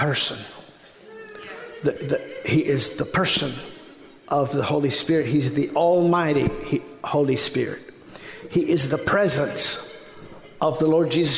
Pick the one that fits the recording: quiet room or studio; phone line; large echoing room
large echoing room